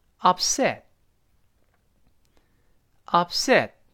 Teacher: upset 重音在第二个音节